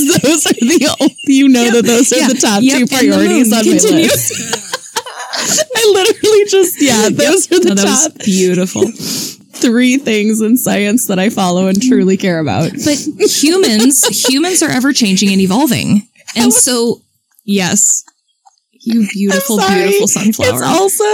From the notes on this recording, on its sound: It was our first two-part episode and remains the only episode we've recorded outside.